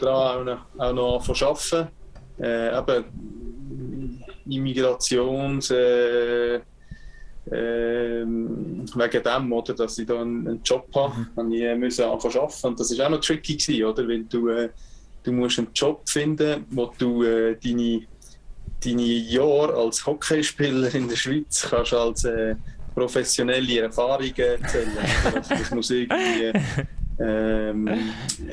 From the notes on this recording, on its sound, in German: Für die Aufnahme von Episode 78 haben sich die Protagonisten aus den unterschiedlichsten Situationen eingewählt. Zwar nicht mehr im Kofferraum, sondern im schönen Landhaus. Es macht es dann natürlich auch nicht einfacher wenn sich der Gast live aus Kanada zuschaltet und somit unsere Videokonferenz noch mehr datenmässig überfordert wurde.